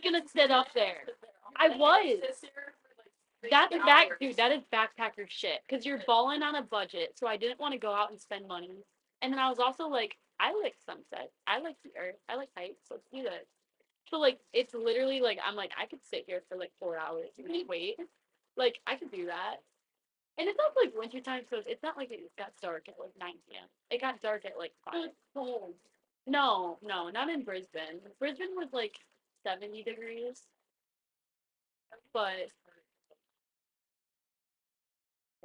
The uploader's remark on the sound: Sorry about the audio being shit, I think there is something wrong with my mic.